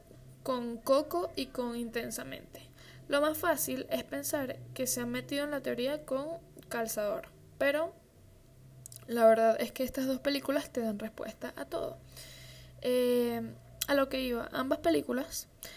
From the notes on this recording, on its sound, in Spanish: Con ruido de un optra de fondo.